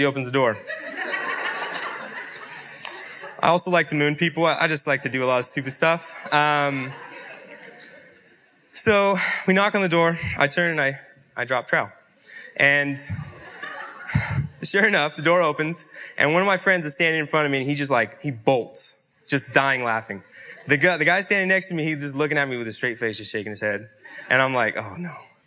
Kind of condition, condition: setting, live audience